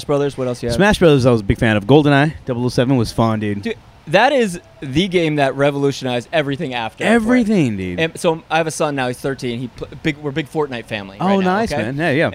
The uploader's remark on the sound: LIVE AT COUNTRY THUNDER